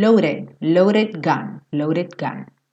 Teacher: reduziu esse D para o som de rararã